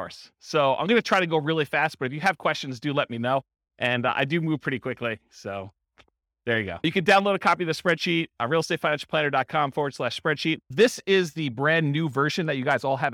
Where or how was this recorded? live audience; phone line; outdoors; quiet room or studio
live audience